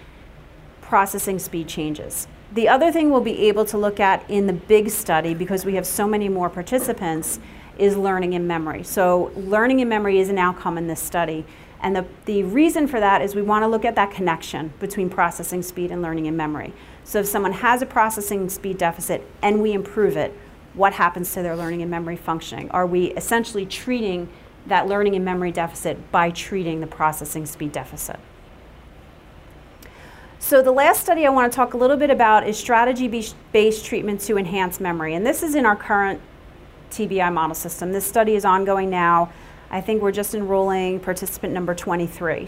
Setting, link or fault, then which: setting, large echoing room